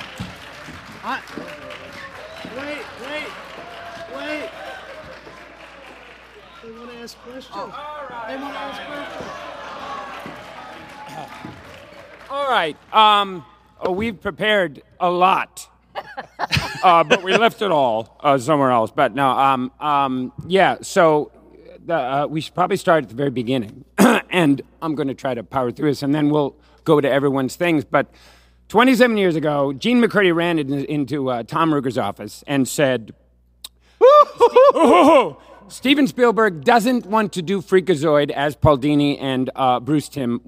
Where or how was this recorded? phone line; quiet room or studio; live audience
live audience